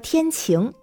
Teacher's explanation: 比方说天晴，晴就是上扬的二声